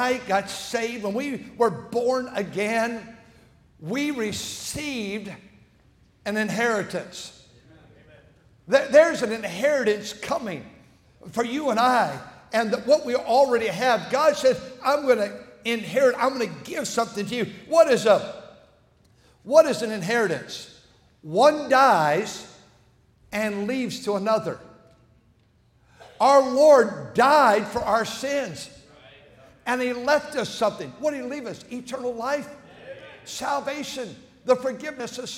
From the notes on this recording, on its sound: at North Valley Baptist Church in Santa Clara, California, during the Sunday Morning service on January 14, 2024.